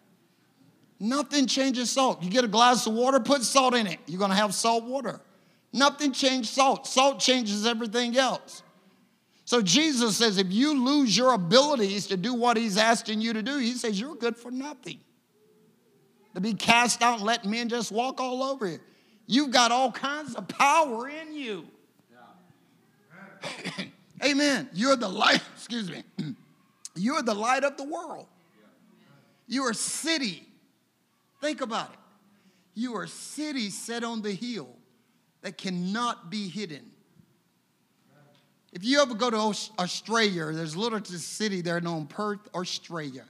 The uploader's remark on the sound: A service recording from Connect Point UPC.